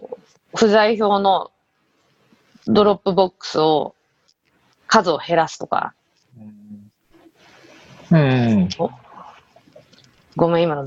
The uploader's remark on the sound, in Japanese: 本収録はビデオ会議サービス「Zoom」を使用し。一部聞き取りづらい箇所があります。